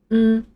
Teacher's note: 我们把嘴巴闭起来，从鼻腔发声